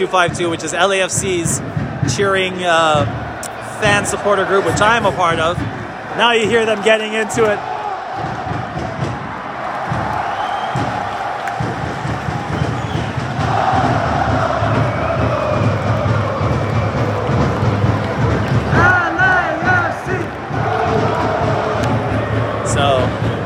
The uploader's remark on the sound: Live from MLS All Star Game 2021